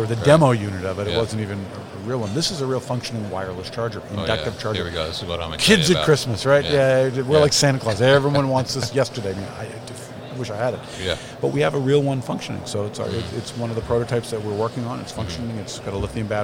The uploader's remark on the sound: at MODEX 2020